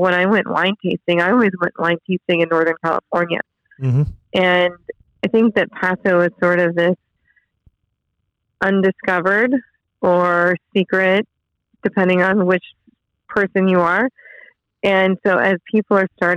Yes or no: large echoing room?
no